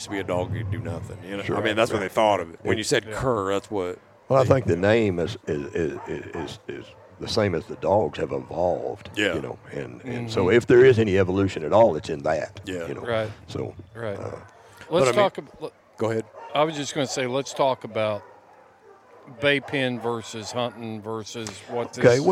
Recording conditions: outdoors